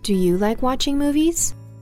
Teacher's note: there you probably heard in English or movies. We did a little bit of a rise there.